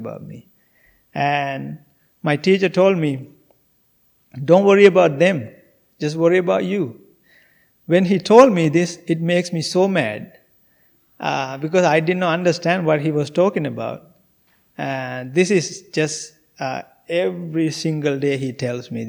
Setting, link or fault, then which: setting, large echoing room